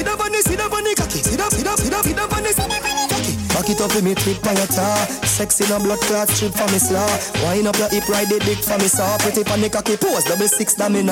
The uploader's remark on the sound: Ice Cream Sundaze 6/12/22 (LIVE AUDIO).